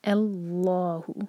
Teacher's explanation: الف کو لائٹ پڑھیں گے، لا منہ بھر کر پڑھیں گے، اللہ. لا اس کو ہمیں چار حرکہ کھینچنا ہے.